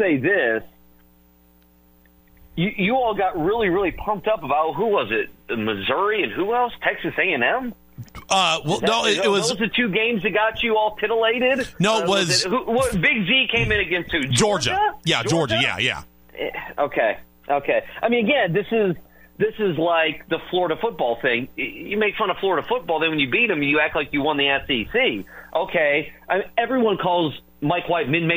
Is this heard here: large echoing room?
no